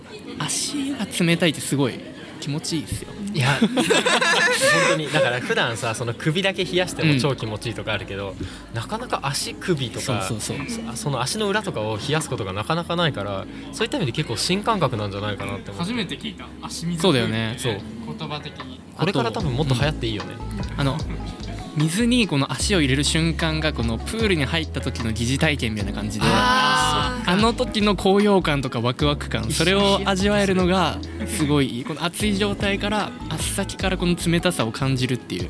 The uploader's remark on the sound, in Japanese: 代々木第一体育館とその周辺で行われたJ-WAVEによる都市型カルチャーフェス「INSPIRE TOKYO 2023」に会場スタッフとして参加したWACODESメンバーが、現場で収録した声を交えて振り返っていきます。